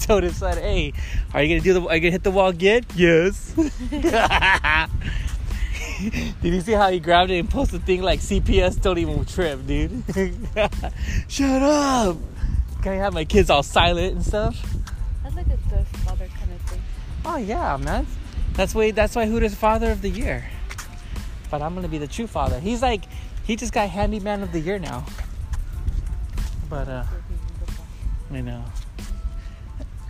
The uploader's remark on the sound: chatting at the beach while we do some walking